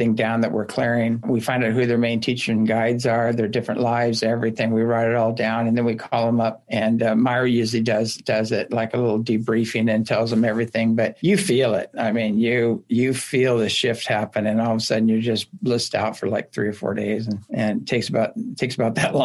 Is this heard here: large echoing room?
no